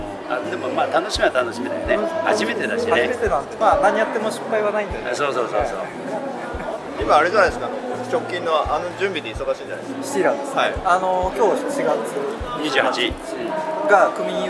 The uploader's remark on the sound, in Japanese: 公開収録：第56回目黒区商工まつり。今回は、目黒区商工まつりの協会ブースで収録。会場の模様をお伝えします。